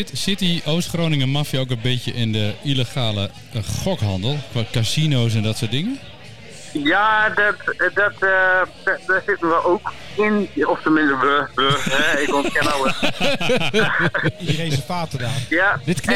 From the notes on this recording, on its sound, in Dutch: Live opgenomen in Dinercafé Soestdijk, alwaar de inmiddels beroemde … de redactie rijkelijk voorziet van bier.